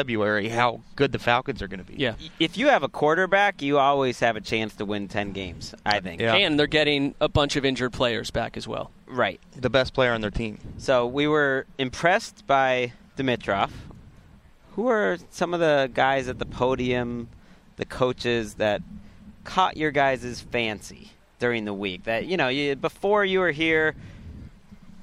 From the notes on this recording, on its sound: Live from the combine! An arena full of heroes. The heroes check in live from Lucas Oil Stadium.